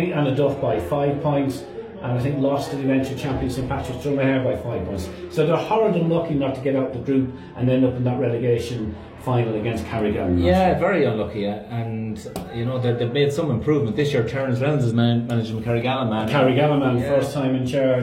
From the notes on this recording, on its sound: Live commentary of second half